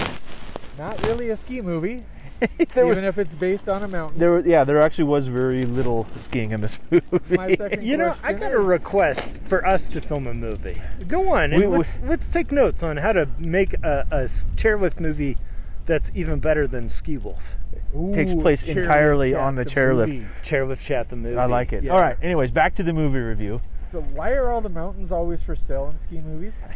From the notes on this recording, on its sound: It was windy and snowing so if you hear noise in this episode